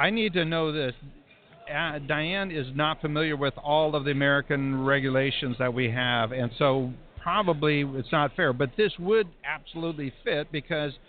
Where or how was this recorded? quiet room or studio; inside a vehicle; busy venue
busy venue